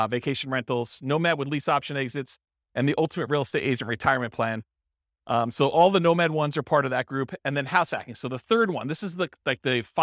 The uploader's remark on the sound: This was a live class recorded